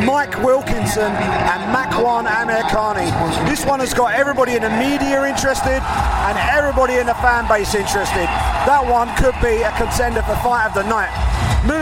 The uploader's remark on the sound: UFC London: Pre-fight LIVE from Octagonside at The O2.